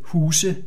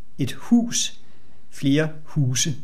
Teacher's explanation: aber dann im Plural, also in Mehrzahl, heißt es Huse. Dann verliert das Wort den Stoßton.